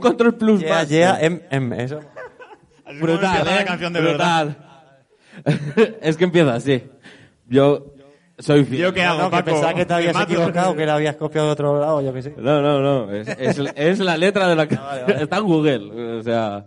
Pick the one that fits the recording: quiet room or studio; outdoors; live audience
live audience